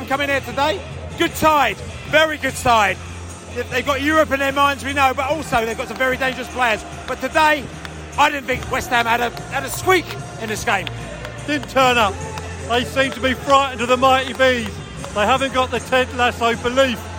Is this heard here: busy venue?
yes